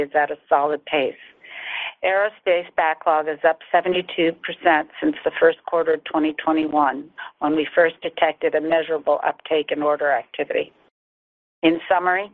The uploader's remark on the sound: General Dynamics's Q4 2023 earnings call, unedited